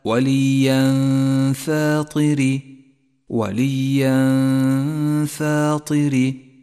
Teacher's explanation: فاطر وليا فاطر، جاء بعد التنوين حرف الفاء وهو حرف إخفاء، والواجب هنا أن نخفي التنوين بالفاء مع بقاء غنة التنوين من غير تشديد للفاء · Term: الإخفاء